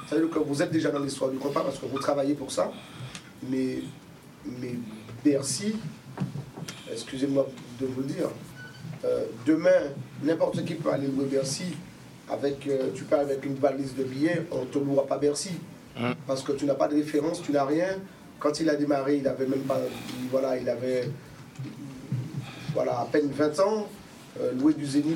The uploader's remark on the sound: PRESS CONFERENCE LA NUIT DU KONPA À PARIS 7 AVRIL 2107